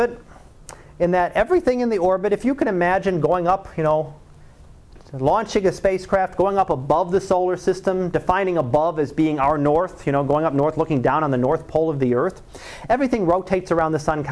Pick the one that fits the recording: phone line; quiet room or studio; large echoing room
large echoing room